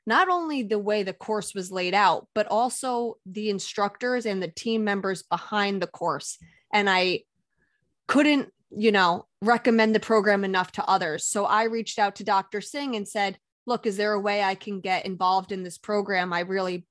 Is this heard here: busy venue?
no